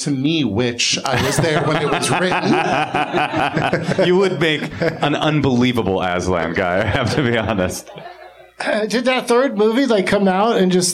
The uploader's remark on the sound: Live from The Lab at the Hollywood Improv